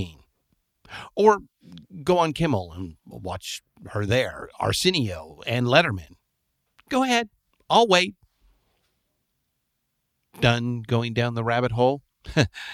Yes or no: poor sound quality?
no